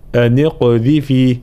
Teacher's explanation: في قوله تعالى أن اقذفيه، طبعا هنا أصلها أن اقذفيه نون ساكنة وبعدها همزة وصل، حال الوصل هنا يلتقي الساكنان، الساكن الأول هو النون الساكنة والساكن الثاني هو القاف لأنه همزة الوصل تسقط، فنحرك هنا ضرورة النون، نحركها هنا بالكسر فنقول أنيقذفيه مع بيان تفخيم القاف وقلقلتها